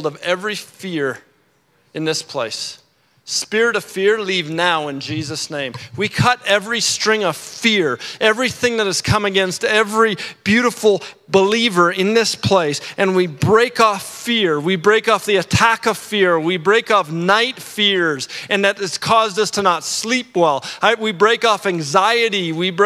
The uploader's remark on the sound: at our Edmonton Gathering at Central Baptist Church on November 5, 2022